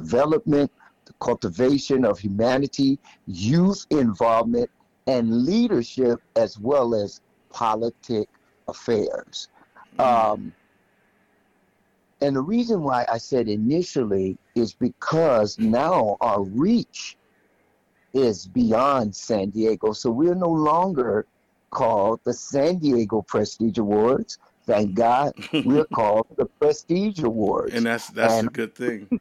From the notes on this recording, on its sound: by phone